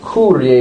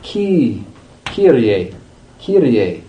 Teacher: Diphthongs are open mouth sounds that are composed of two vowels. So they have all these diphthongs, they have all these vowels, and they flatten it out to an E sound · Shown in: second take · Term: Byzantine